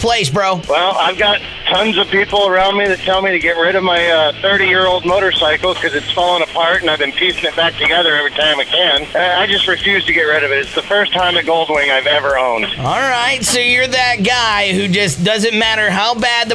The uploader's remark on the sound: I had to tap into my engineering skills and fix the phone lines. I asked listeners to call in and mouth off today.